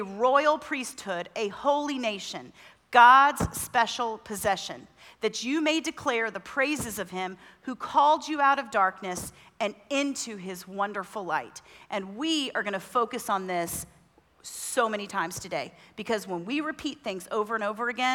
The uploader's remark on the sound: Women At The Mount Conference 2023 :: Session 1